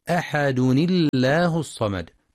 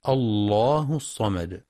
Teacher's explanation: مع ترقيق لام لفظ الجلالة وصلا لكسر ما قبلها · Shown in: first take · وتفخم إذا ابتدأ بها الله الصمد.